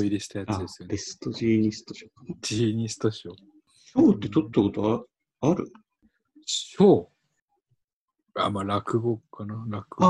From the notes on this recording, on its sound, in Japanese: ZOOMの録りやすさ。収録地：それぞれの家（ZOOM収録）。